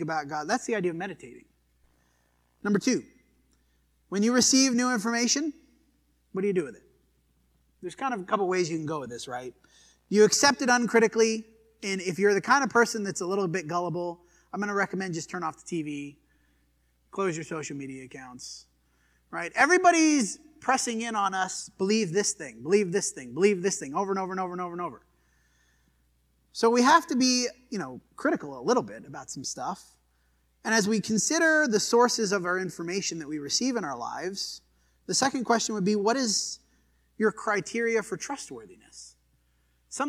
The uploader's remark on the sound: This sermon was preached at the Dewey Church of Christ on June 11, 2023.